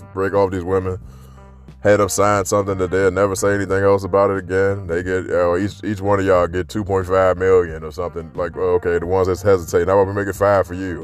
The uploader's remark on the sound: Friday walk and talk